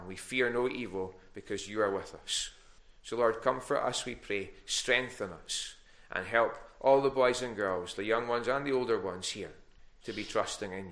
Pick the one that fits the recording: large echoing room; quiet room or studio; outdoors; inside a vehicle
large echoing room